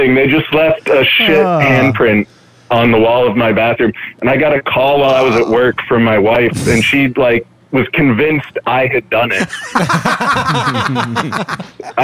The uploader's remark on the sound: The Bath House Live is a call-in show recorded every Wednesday at 10:30pm from the green room of The Stand Comedy Club in New York City.